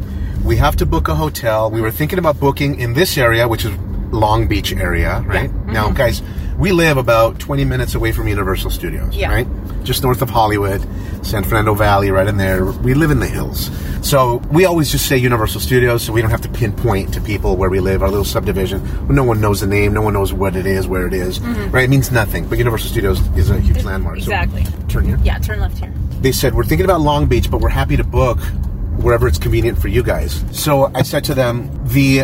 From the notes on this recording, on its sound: We recorded this episode in the car on the way to the date & afterward.